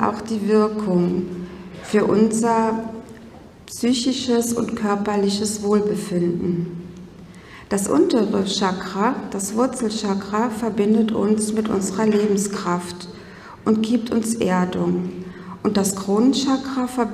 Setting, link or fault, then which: setting, live audience